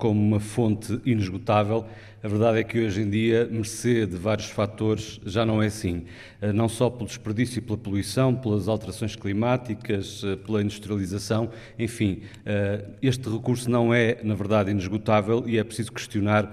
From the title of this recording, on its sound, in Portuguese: Ao vivo na VI Conferência da Murganheira